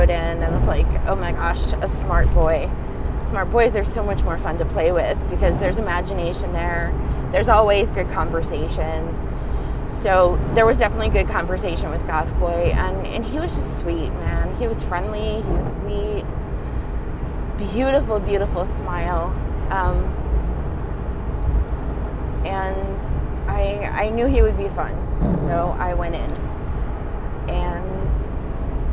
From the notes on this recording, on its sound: Apologies for the background noise, I was driving.